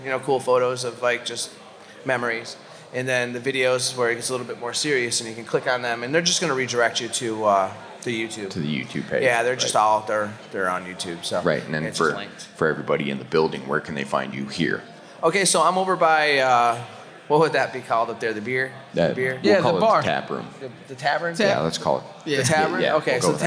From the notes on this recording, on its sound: Joins us on the Mainstage at Huntstock 2022. Huntstock 2022 Live.